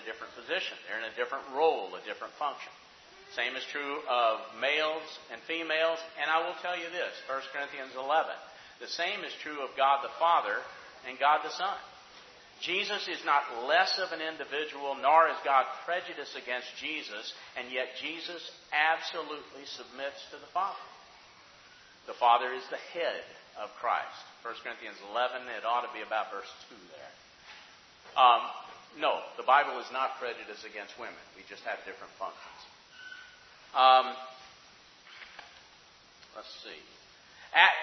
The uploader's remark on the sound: Questions from the audience